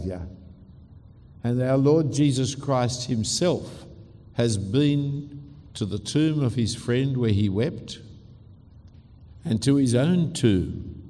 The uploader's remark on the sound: A talk given at Adam Road Presbyterian Church in Singapore